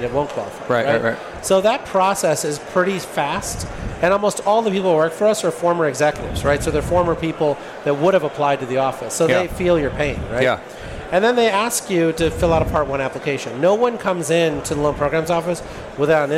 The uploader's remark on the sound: This recording took place at the PowerUp Live Podcast Stage at RE+ Las Vegas in 2023.